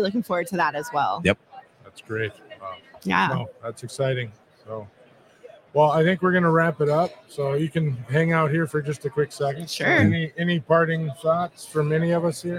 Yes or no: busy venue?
yes